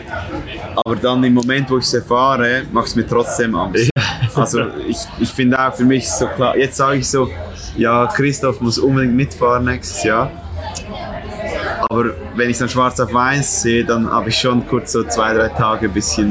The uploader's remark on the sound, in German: Keine Studio-Audioqualität bietet, dafür die Atmosphäre an der Bar im Zielbereich in Thessaloniki authentisch einfängt.